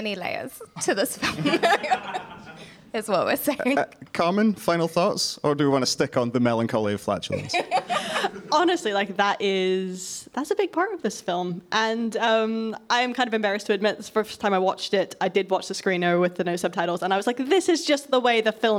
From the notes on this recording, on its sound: An edition recorded live at Edinburgh International Film Festival 2022. The Cineskinny was recorded in front of a live studio audience. Recorded at Codebase.